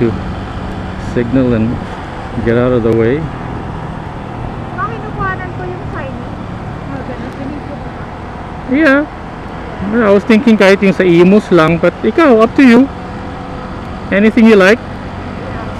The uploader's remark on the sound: Moto imus, cavite. When I first started riding the motorcycle and trying out recording the podcast with a mic on my helmet.